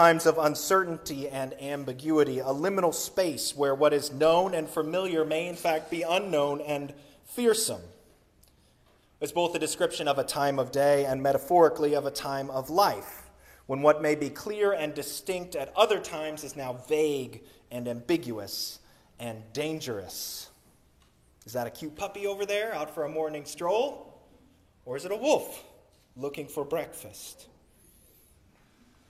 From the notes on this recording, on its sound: Sermon recorded on Easter Sunday, April 9, 2023.